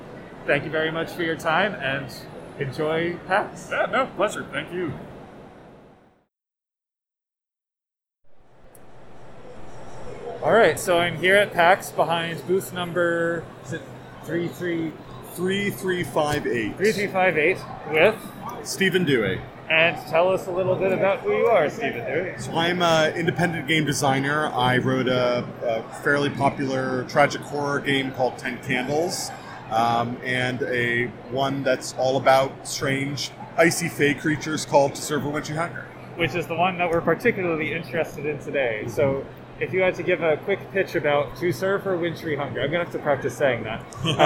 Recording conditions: busy venue